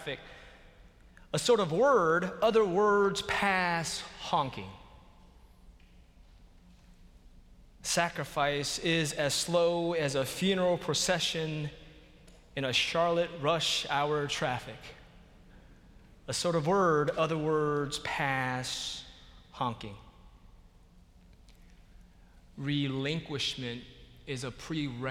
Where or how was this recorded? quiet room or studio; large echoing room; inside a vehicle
large echoing room